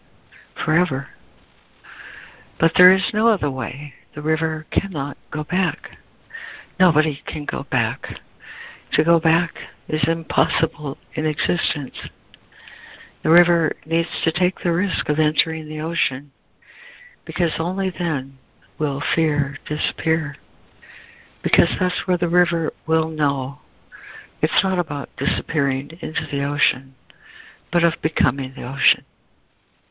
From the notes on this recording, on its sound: ACIM Daily Conference Call